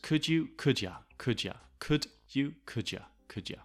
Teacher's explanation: Okay, so again, you becoming ya, kudya.